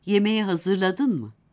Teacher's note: Olumlu ve olumsuz sorularda ezgili ses tonu yer değiştirir. Örneğin, yemeği hazırladın mı cümlesinde ezgili ses tonu dın hecesindedir